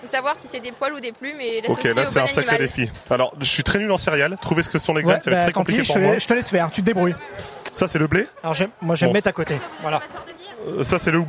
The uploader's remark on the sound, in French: RCF en direct de la 77e Foire de Châlons